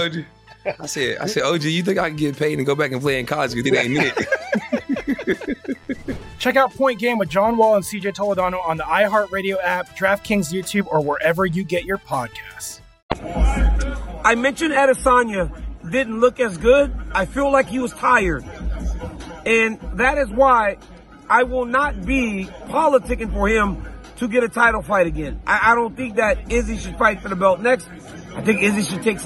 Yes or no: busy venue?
yes